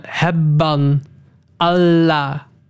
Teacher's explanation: En daar heb je dus echt een lange B en een lange L. · Term: dubbele medeklinkers